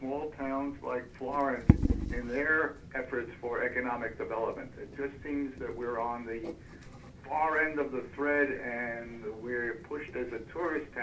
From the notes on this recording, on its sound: Telephone town hall meeting. Rebroadcast here on KRBN Internet News Talk Radio.